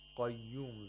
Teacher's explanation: The qaf in the word al-qayyum has tafkhim because it's a letter of isti'la. So it should be pronounced thickly.